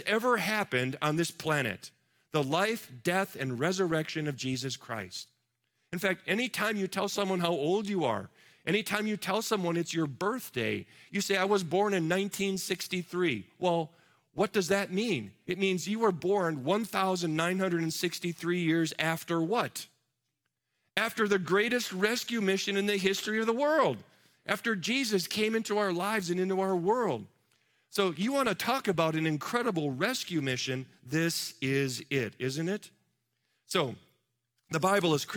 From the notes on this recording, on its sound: Live from our Celebration Ministry Center